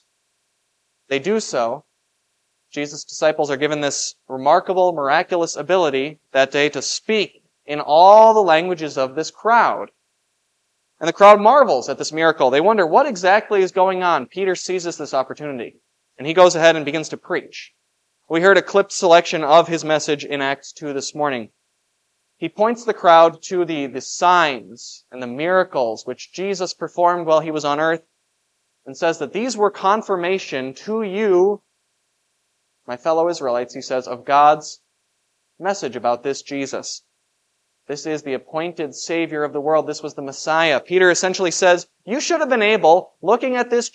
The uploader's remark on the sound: This Sunday sermon. Was preached for the Festival of Pentecost at Grace of God Lutheran on May 28, 2023.